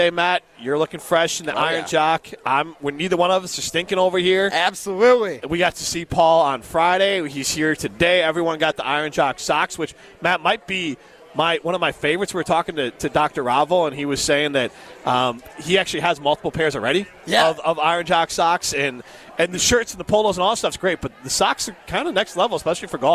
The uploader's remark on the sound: live from the inaugural ESPN Madison Open!